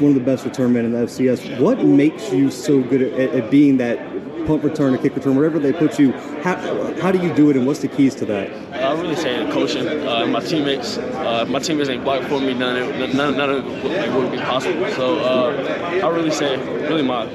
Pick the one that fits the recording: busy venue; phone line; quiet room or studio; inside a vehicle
busy venue